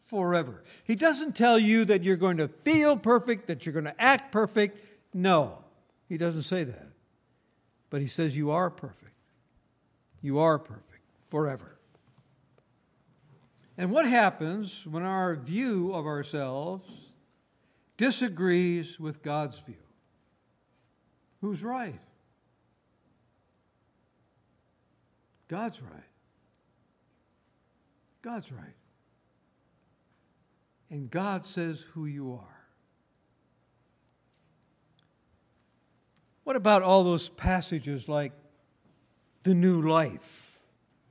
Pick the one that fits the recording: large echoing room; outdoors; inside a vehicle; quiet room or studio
large echoing room